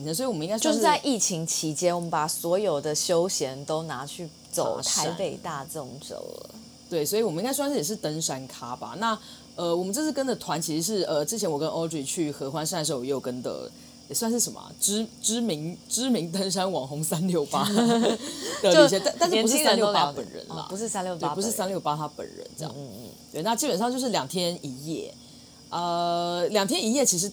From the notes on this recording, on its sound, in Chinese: 本週我們使用了新到貨的dji大疆無線麥克風錄音，殊不知仍無法避開轟隆隆的老舊冷氣運轉聲，請聽友們多多海涵囉。